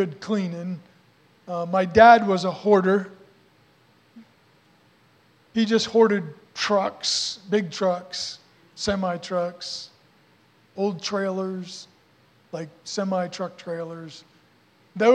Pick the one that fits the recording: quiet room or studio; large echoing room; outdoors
large echoing room